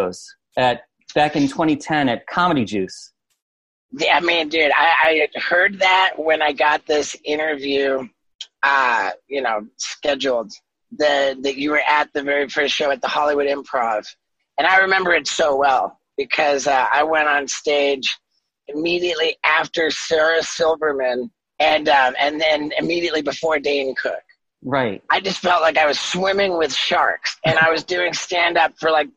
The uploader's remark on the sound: We reconnected in the summer of 2020 over Zoom in two separate conversations.